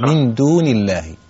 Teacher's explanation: لفظ الجلالة إذا جاء قبله كسر يرقق، يقال من دون الله.